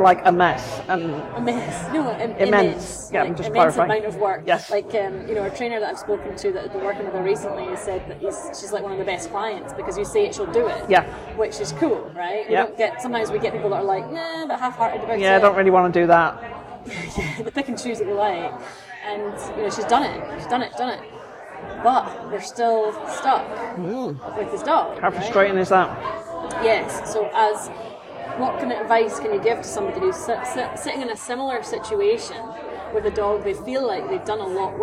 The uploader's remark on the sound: Please note these episodes are recorded chats in Starbucks so may have more background noise than a usual podcast.